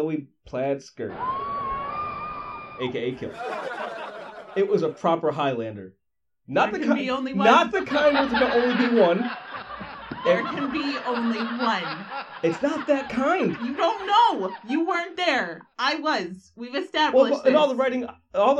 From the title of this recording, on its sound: Live From … Fest